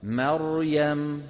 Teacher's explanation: ترقق الميم تفخم الراء ترقق الياء